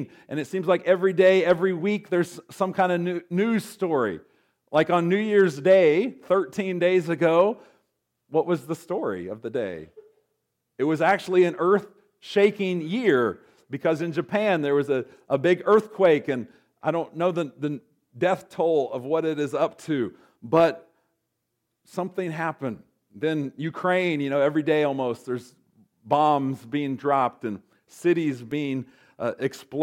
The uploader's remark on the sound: recorded on January 13, 2024, at Ringgold Seventh-day Adventist Church.